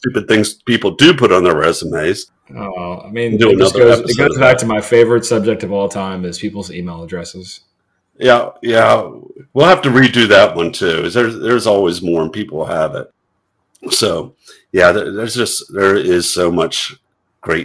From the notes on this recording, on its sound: Sorry about the audio quality in this episode.